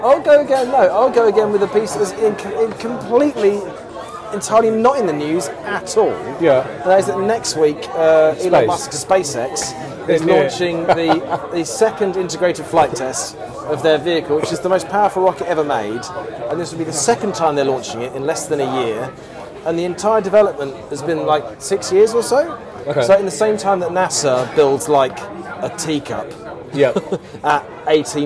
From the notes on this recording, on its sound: Reunited for some pointless waffle in the local spoons. Live from the Masque Haunt, Old street.